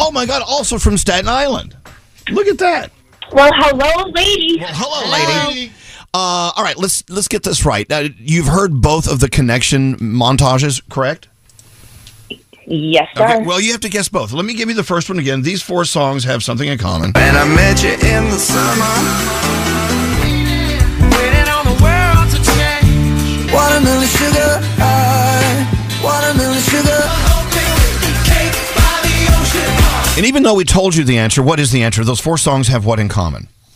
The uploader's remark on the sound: Two listeners call in to play a game of CONNECTIONS!